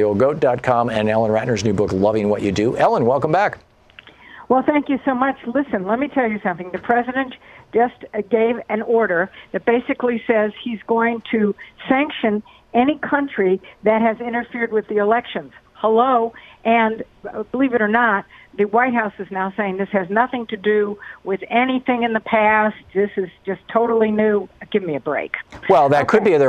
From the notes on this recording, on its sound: Listeners call in with their often life and death experiences.